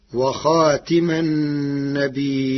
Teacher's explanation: قرأ ورش كلمة خاتم بكسر التاء